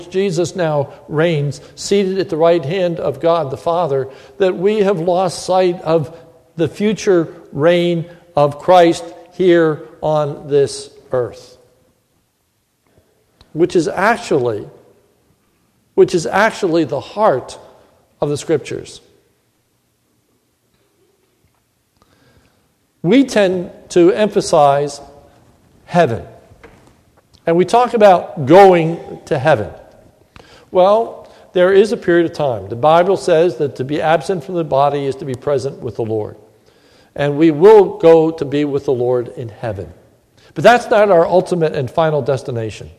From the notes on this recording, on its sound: This is a sermon recorded at the Lebanon Bible Fellowship Church in Lebanon, PA. During the mrning service.